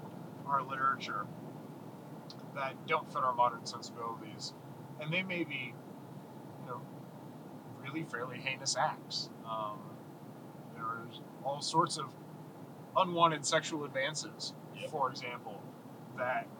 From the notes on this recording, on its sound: Our audio is a little odd on this episode as we figure out how to mic up three different people in the car. Sorry if it's a little unbalanced or quiet. We only have one source, unfortunately.